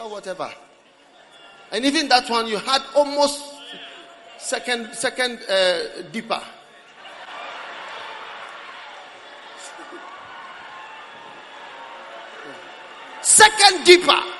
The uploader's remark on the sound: Preached at the Prophetic Encounter Service